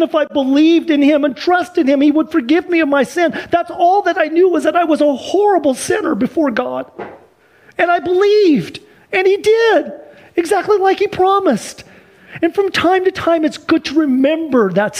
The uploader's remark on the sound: Sunday church service livestream